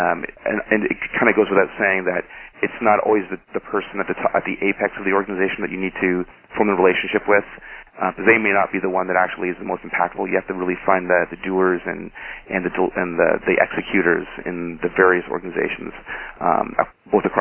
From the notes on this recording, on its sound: Call recorded on March 24, 2011.